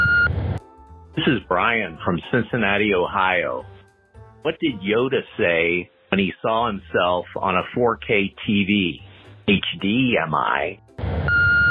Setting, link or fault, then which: link, phone line